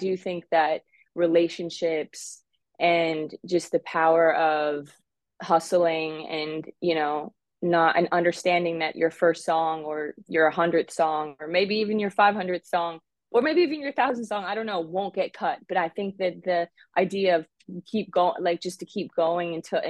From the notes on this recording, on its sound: The show, conducted via Zoom, is set to go in person.